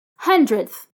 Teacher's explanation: It's the word hundred with a th at the end, making it an ordinal number. When you pronounce the th, the d becomes really subtle.